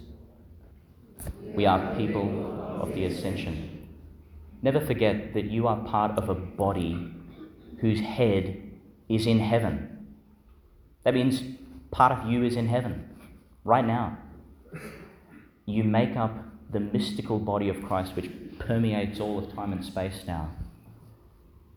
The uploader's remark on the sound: Homily for the Solemnity of Pentecost, 2022, delivered in Our Lady to Star of the Sea, Qld.